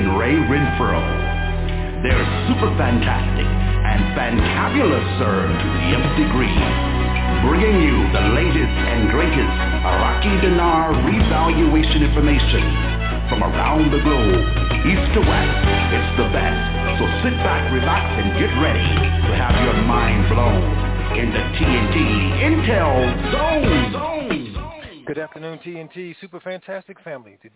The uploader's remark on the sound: TNTSuperfantastic Conference Call